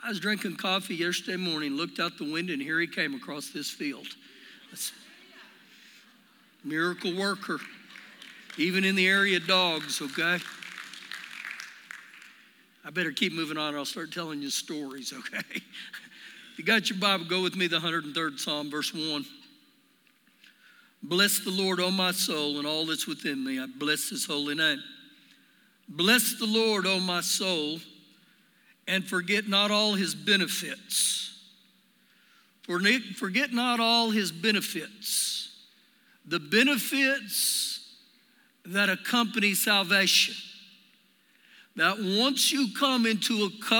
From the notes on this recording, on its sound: Recorded live during our Sunday morning service